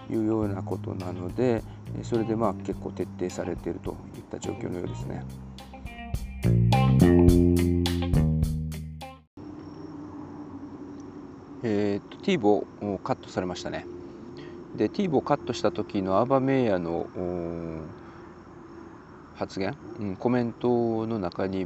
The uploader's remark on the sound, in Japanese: 今回も外での収録…曜日と時間帯が悪かったのか、夜の集会に向かうお兄さん(or お姉さん)ののノイズ入ってます（笑）